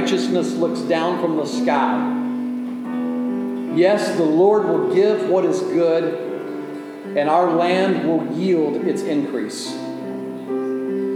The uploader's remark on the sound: delivered at Oasis Church on October 15, 2023